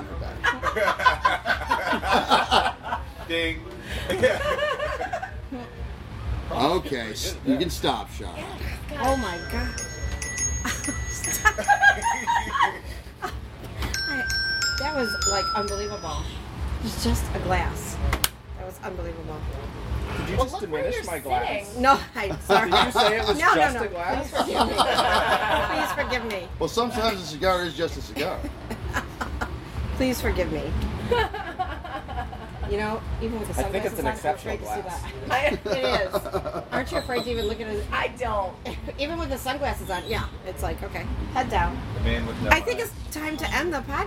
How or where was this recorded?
busy venue